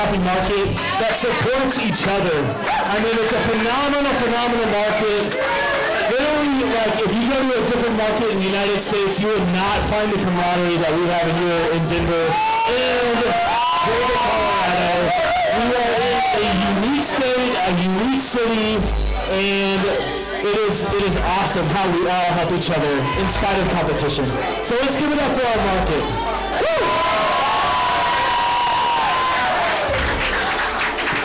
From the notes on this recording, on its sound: Cherry Roast Live! FINAL Round 4 (Denver 2016). The final round of the 2016 Cherry Roast Competition.